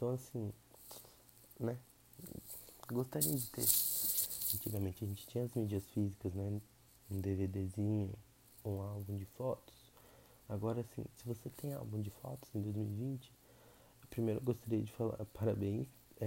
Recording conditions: background noise